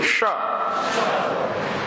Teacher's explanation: मूर्धन्य श बोलने के लिए जुबान को उलटना नहीं है, जुबान को थोड़ा सा पीछे खींचना है, वहां पर हवा का फिकाव करना है